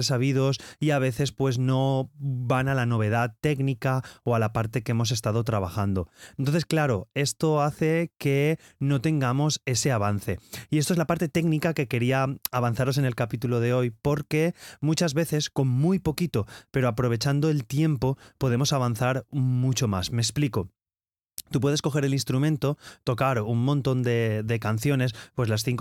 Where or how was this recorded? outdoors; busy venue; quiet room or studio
quiet room or studio